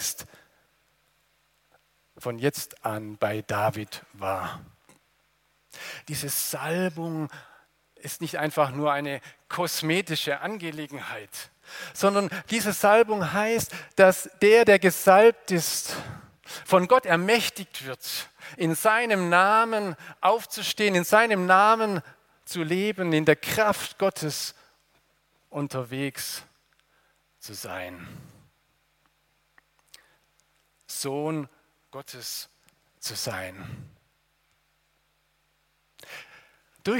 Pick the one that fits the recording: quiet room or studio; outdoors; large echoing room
large echoing room